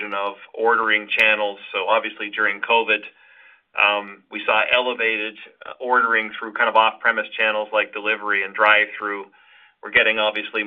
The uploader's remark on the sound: Earnings Conference Call